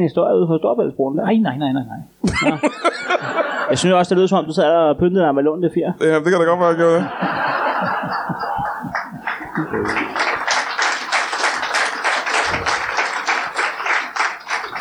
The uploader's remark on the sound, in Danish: LIVE fra Kolding